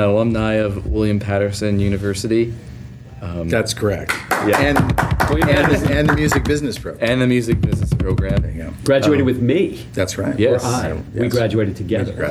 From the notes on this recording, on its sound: This was recorded at the Music Biz Conference in Nashville on May 17th, 2016.